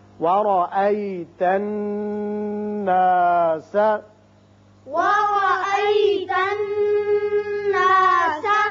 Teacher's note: نون مشدد ہے، یہاں غنہ کریں گے، ایک الف کے برابر